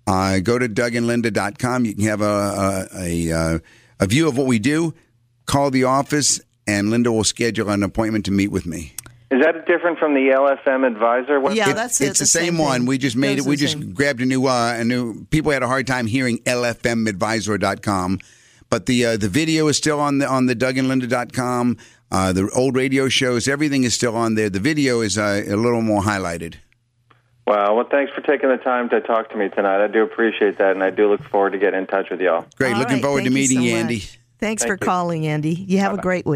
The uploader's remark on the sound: call-in show